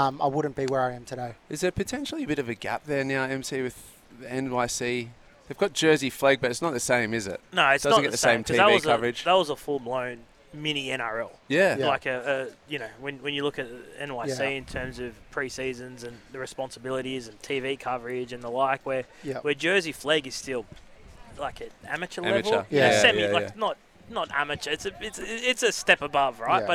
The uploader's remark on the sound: Live at Manly beach